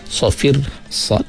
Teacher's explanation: pada huruf sad yang mati kita keluarkan sikit angin